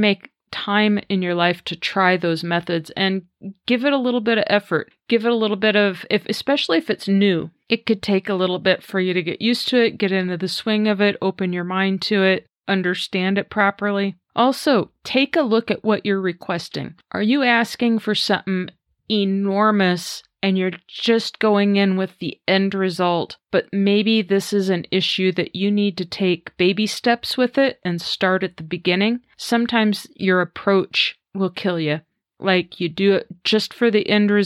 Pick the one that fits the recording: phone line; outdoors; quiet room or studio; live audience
quiet room or studio